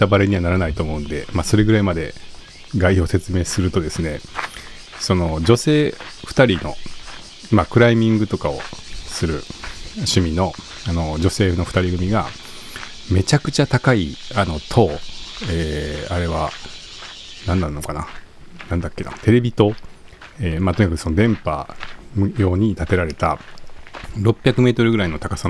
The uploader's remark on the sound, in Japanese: 公園や森の収録。015夜の公園はヤンキーよりもセミが怖い。